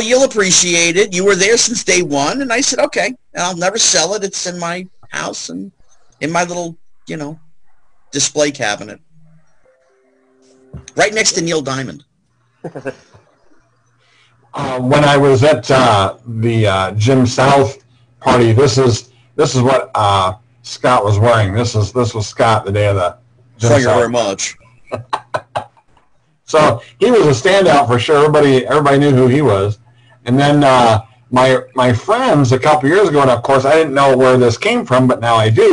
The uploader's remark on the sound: my computer had just done an update and messed up my microphone settings, so you will have to bear with the distortion.